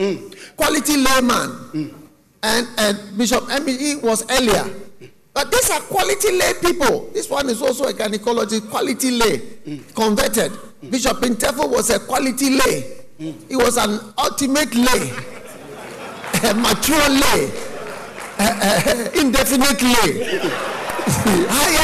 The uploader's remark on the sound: Preached at The Maintenance of the Aim Conference, from 17th November to 19th November, 2021 at The Truth Cathedral, Dawhenya-Ghana.